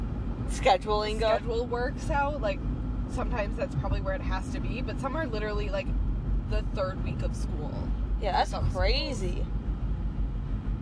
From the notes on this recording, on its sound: Car cast. While in the car going to get ice cream and french fries.